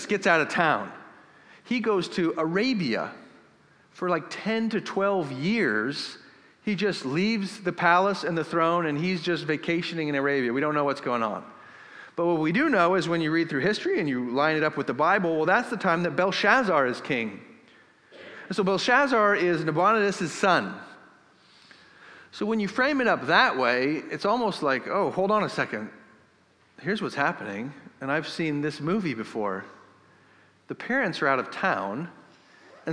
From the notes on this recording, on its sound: This episode was recorded in Northgate Church's Sunday service. We started the service with preaching and then sang in response to the preached word.